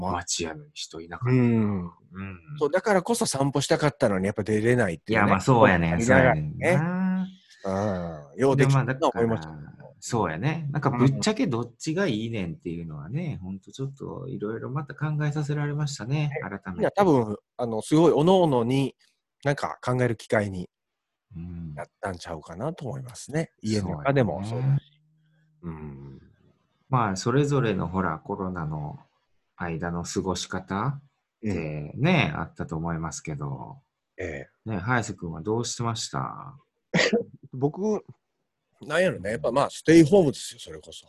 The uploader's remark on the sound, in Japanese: zoom収録しています